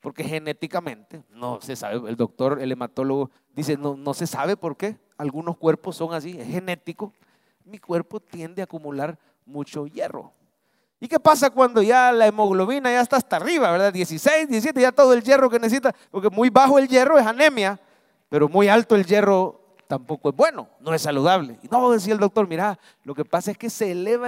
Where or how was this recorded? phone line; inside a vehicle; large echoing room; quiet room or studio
large echoing room